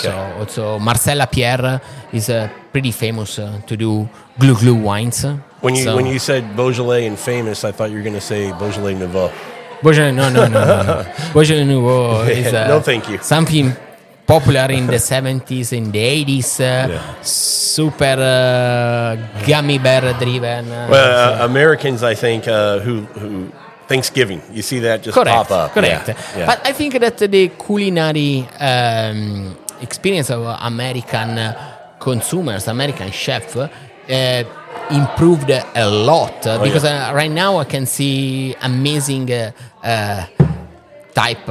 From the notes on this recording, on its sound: On this episode we are onsite at Vin Santo Wine Shop & Bar in Houston Texas.